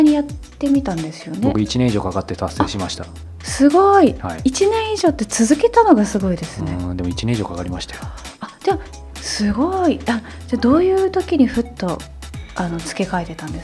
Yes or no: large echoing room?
no